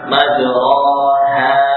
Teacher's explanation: Harokat fathah. Dimiringkan kepada harokat kasrah. A menjadi E. Begitu pula memiringkan alif dimiringkan ke arah huruf ya. · Term: Imalah